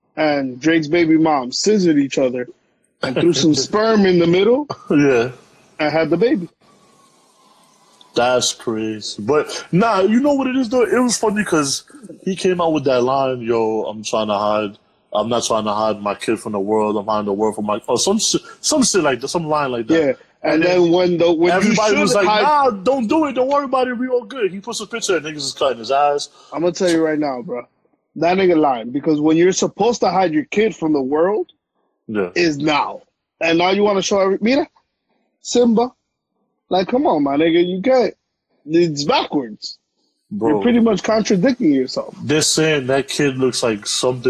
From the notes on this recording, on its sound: via IG LIVE due to quarantine